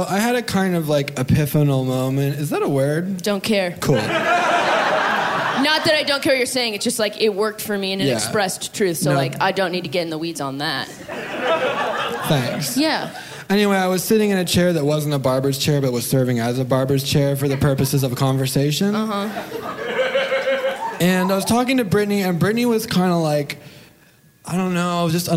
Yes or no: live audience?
yes